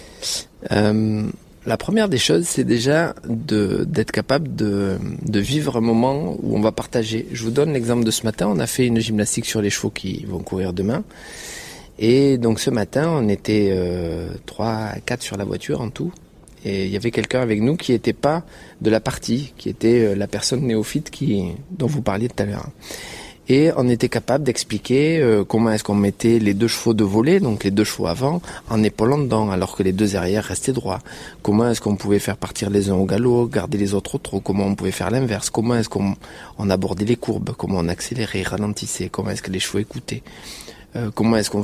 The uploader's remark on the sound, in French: Nous avons enregistré un soir à Bordeaux, pendant le jumping international. Nous avons terminé l’enregistrement après minuit.